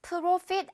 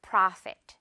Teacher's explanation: 또 역시 이 부분 pra는요. 아 발음, 입큰 발음이에요. · Shown in: second take